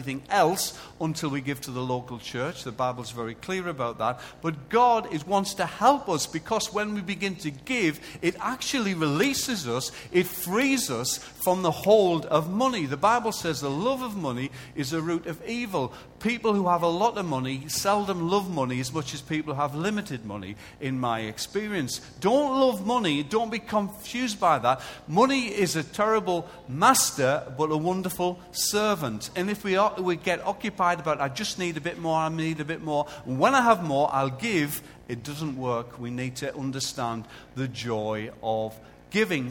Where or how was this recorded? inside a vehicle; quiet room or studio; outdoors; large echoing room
large echoing room